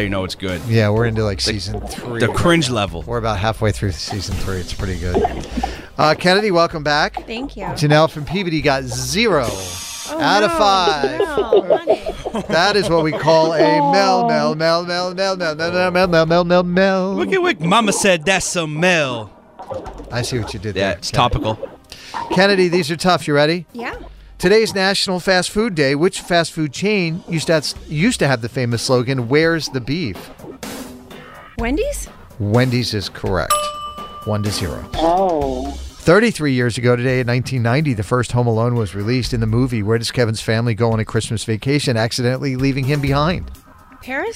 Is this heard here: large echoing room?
no